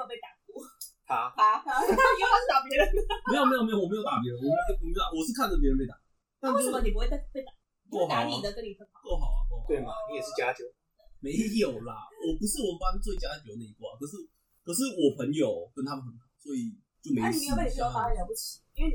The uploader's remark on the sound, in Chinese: 其實這是第一次錄音的檔案辣!!!音質請大家多多包涵。